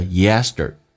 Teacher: 在美式发音那个 t 要轻轻的卷舌 yesterday, t 可以发成 d 这个发音